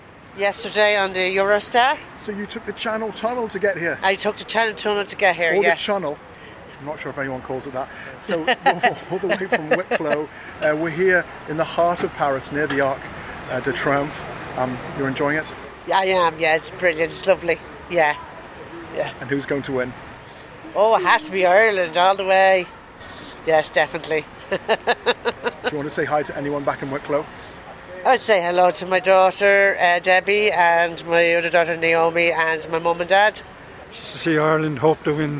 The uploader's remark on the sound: The Hard Shoulder was LIVE from The Bridge 1859 in Ballsbridge